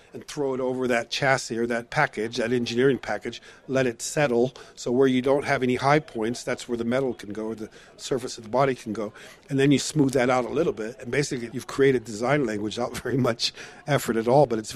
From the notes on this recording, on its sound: live from the Concours of Elegance